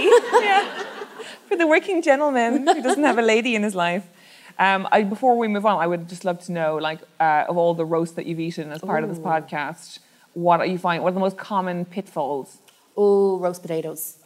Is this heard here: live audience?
yes